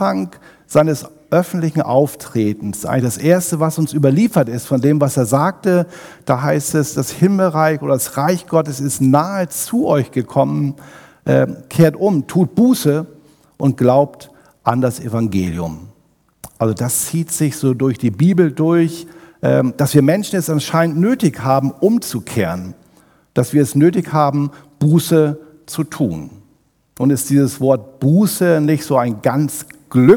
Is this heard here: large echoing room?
yes